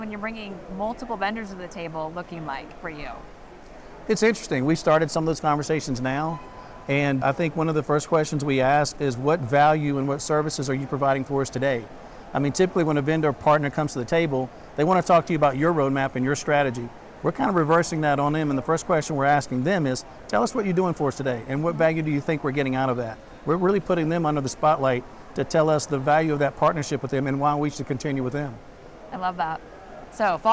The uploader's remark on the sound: live from the 2023 CHIME Fall Forum